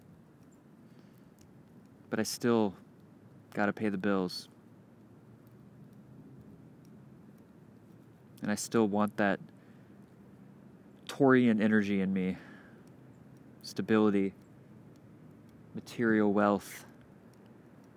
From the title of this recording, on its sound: Outside at Westside Park, Gainesville, FL